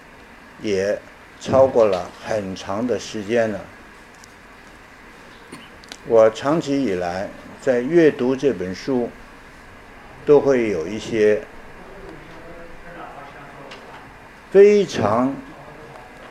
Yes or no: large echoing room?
yes